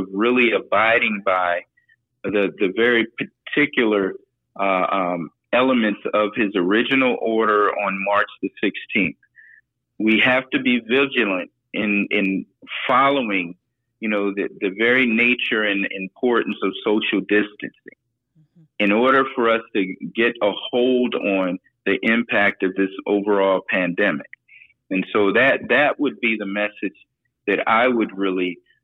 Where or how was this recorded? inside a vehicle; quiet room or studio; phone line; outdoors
phone line